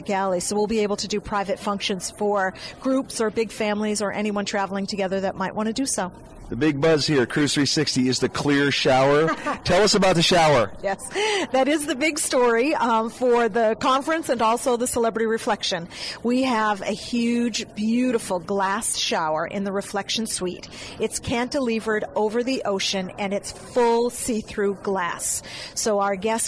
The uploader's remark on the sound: Cruise3Sixty Broadcasting in Fort Lauderdale. We broadcast from the largest cruise conference in the world.